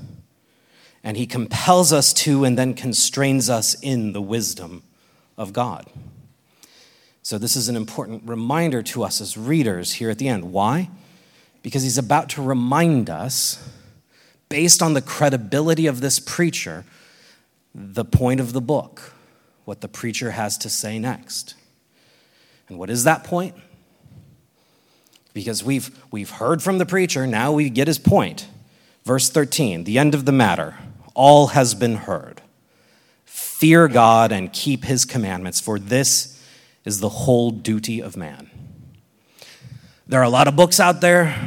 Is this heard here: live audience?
yes